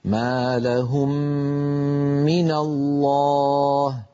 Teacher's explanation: فلما ننطق هاتين الميمين نرفع عنهما الشفتين ارتفاعة واحدة، نطبق على الميم الأولى ونجافي الشفتين على الميم الثانية، وأثناء إطباق الشفتين على الميم الأولى نمط الغنة، هكذا ما لهم من الله. · Term: إدغام الميم الساكنة